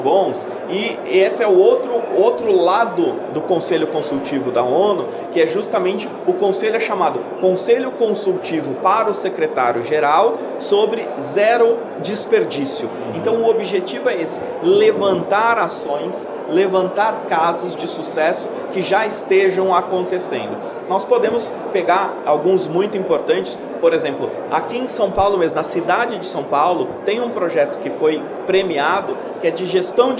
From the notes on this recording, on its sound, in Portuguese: A gravação aconteceu durante a 2ª edição do Simpósio Cidades Inteligentes, realizado pelo Crea-SP, em parceria com o Confea e Mútua-SP, nos dias 4 e 5 de agosto, na cidade de Santos, litoral de São Paulo. O evento reuniu profissionais do setor e membros do poder público.